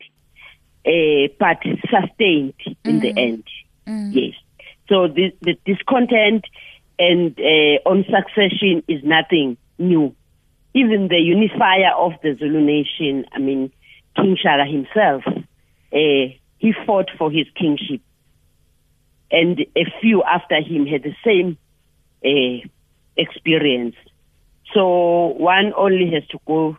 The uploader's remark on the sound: we are joined on the line